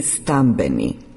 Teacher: Po glasovnoj promjeni jednačenje suglasnika po mjestu izgovora sonant n ispred dvousnenog b prelazi u dvousneno m